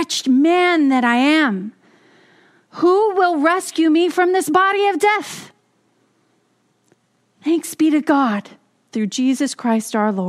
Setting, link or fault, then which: setting, large echoing room